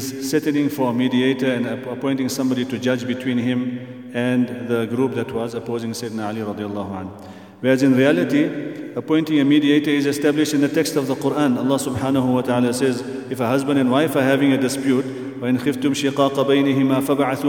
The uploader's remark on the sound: at the Houghton Masjid (West Street)